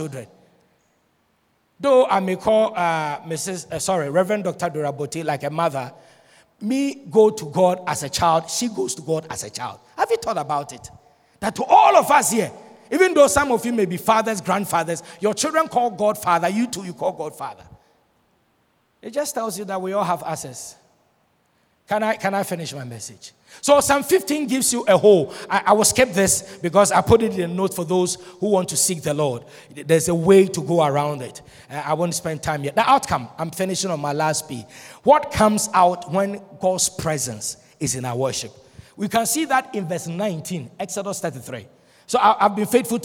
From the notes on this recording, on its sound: Sermon preached at Shiashie Campus.